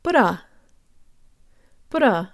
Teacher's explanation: And now emphasize the A and make the U almost disappear.